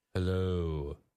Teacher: the person must say hello in a descending pitch.